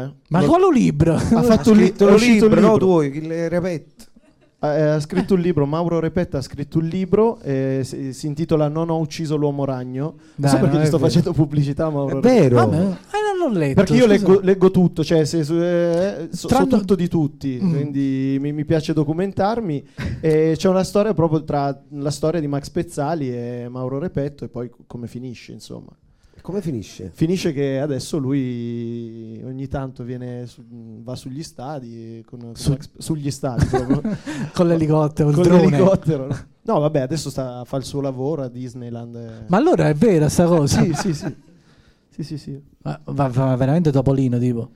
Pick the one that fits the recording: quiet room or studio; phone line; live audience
live audience